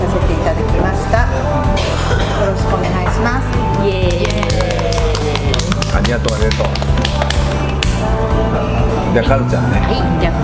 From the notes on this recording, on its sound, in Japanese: モスバーガー店内で対談収録。